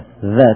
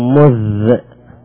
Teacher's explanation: لاحظوا الذال تخرج من طرف اللسان وطرف الثنايا، نفس بين الثنايا تلاحظوا الحرف يخرج من الطرف السفلي للثنايا العلوية والطرف العلوي للثنايا السفلي، مذ يعني بين الأسنان مع طرف اللسان.